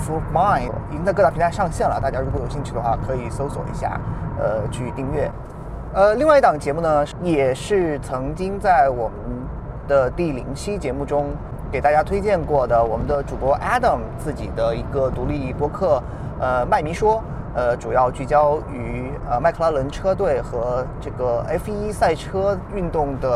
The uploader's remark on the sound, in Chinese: 由于是在车上用录音笔录制，音质非常抱歉，还望各位海涵。